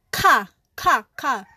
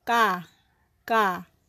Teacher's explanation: Okay, don't blow too much air outside of your mouth to avoid the sound ka. Just say ka without blowing too much air from your throat. · Shown in: second take